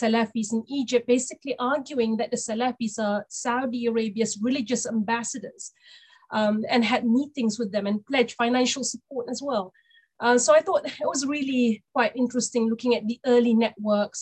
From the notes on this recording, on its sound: This public talk was conducted online via Zoom